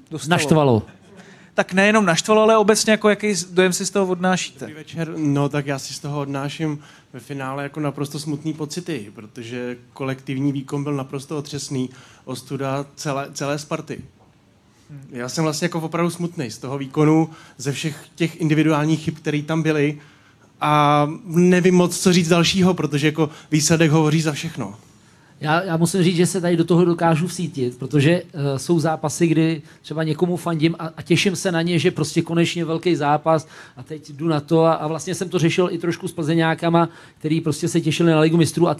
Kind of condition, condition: setting, live audience